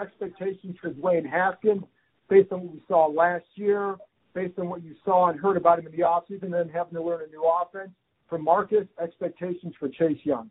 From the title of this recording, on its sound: NFL Live Conference Call